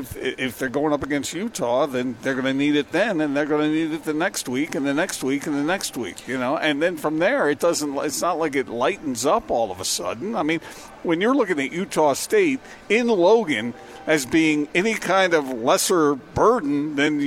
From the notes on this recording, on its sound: LIVE at Marley's Gourmet Sliders